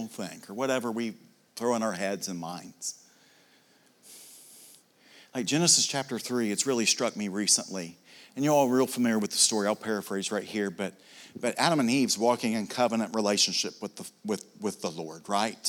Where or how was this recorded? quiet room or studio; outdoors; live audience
live audience